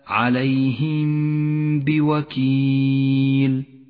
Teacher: وموقع المد. المثال التالي الإخفاء الشفوي عند قوله تعالى عليهم بوكيل، نخفي الميم الساكنة بالباء مع بقاء غنة لحرف الميم زمنها حركتان، ولا نجافي بين الشفتين